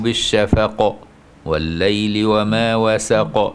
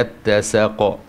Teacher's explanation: قافات كلها وساكنة مقلقلة